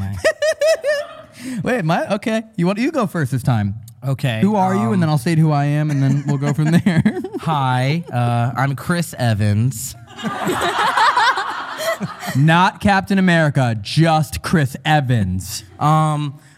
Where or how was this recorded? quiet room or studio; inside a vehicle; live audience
live audience